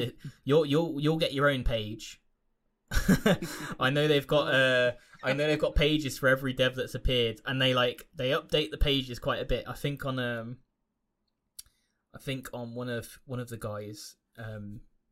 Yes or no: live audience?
no